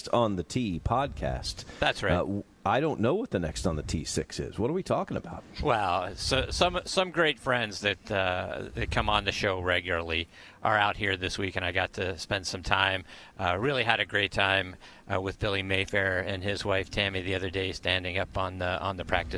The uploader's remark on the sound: live from Fox Creek Golf Course